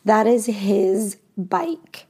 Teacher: the S in this word his is going to have that Z pronunciation